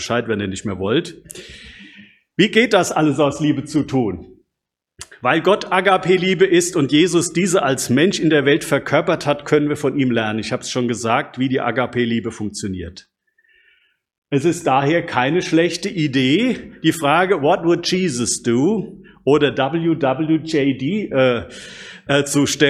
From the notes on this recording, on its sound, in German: Predigt aus dem Gottesdienst